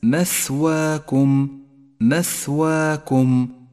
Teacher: انتبه إلى صفة الهمس لحرف الثاء في كلمة مثواكم مثواكم، ولاحظ كيف يجري النفس مع حرف الثاء ليتقوى ويتوضح